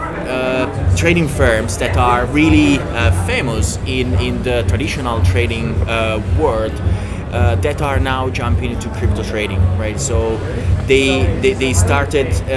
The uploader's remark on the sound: Live at Money2020 in Amsterdam. This episode was recorded live on the floor at Money2020, so please excuse the background noise.